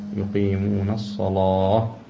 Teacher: الصلاة مثلا بالنسبة لورش هي اللام مغلظة